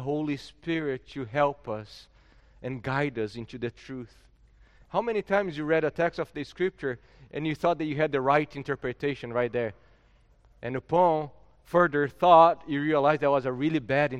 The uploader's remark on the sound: at Gracious Cross Reformed Church Salem, September 19th 2021.